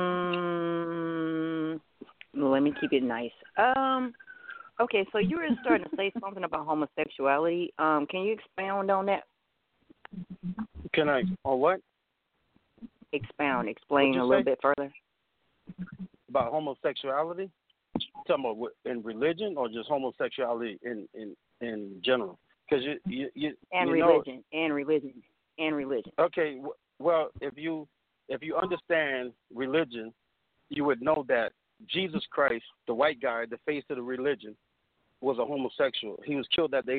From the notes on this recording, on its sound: We will also open up the phone lines.